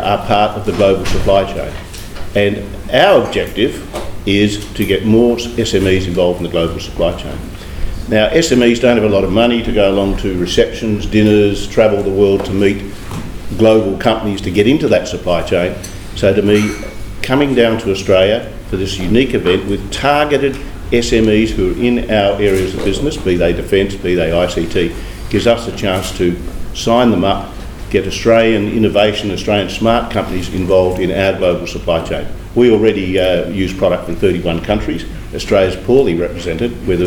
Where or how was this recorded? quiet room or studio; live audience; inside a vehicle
live audience